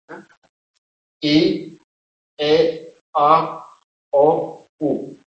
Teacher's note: la lengua se va desplazando de la parte anterior de la boca en I a la parte posterior de la boca. · la O es velar, la U es velar, la I es palatal, la E es palatal y la A es central. Y luego, la A es abierta, esta es cerrada y esta es media.